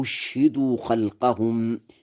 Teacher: بهمزتين، الأولى مفتوحة والثانية مضمومة مسهلة، وإسكان الشين